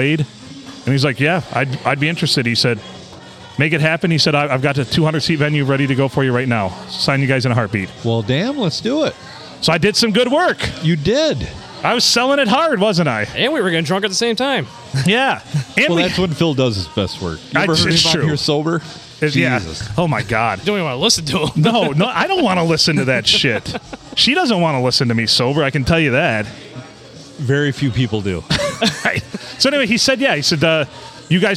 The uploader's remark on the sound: Recorded at Ye Olde STD in front of a lively crowd on a Sunday evening.